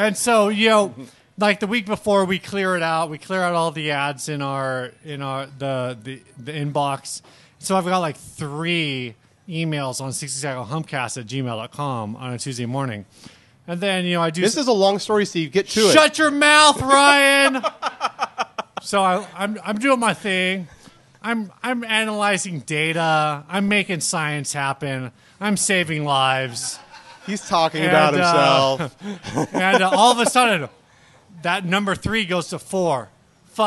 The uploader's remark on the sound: We recorded this live at Tiger!